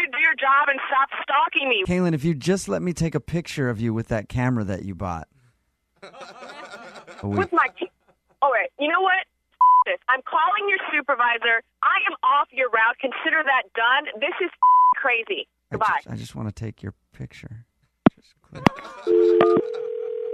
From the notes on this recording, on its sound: Phone Tap.